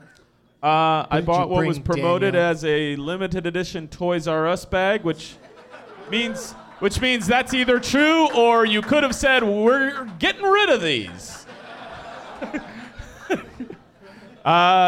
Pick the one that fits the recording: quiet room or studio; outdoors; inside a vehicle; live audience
live audience